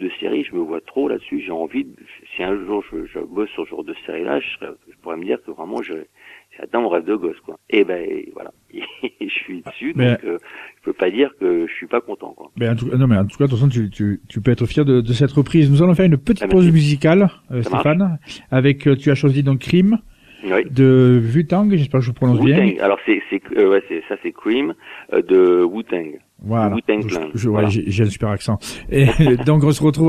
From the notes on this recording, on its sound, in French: qui reçoit par téléphone